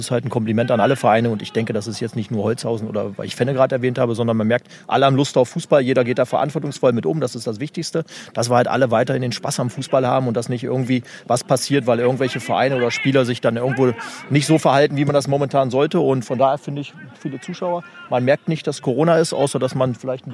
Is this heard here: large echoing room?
no